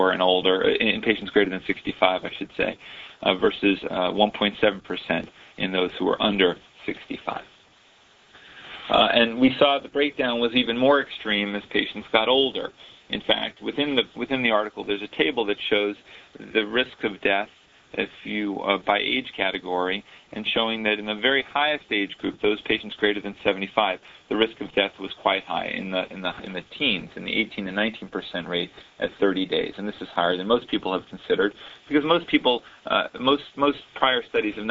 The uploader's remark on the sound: October 2005 Author in the Room® Teleconference.